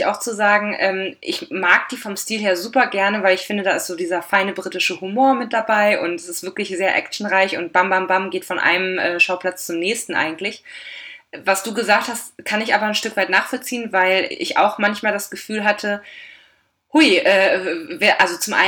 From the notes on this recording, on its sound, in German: Entschuldigt bitte, dass die Tonqualität leider nicht